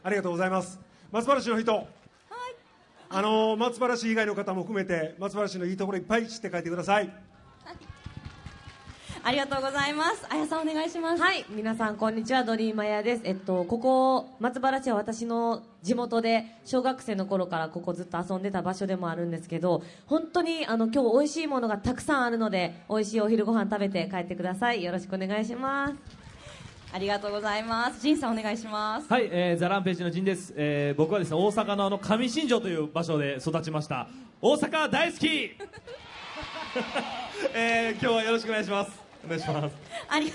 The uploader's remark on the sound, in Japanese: 大阪・松原市で行われた公開録音（前半）の模様